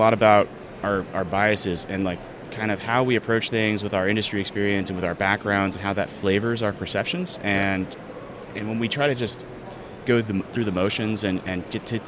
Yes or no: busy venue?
yes